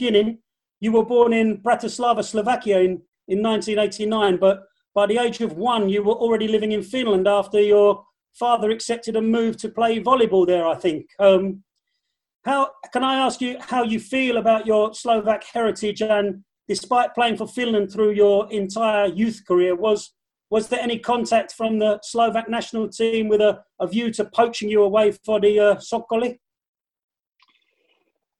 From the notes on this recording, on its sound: the entire FFS team to turn up for a five-way Zoom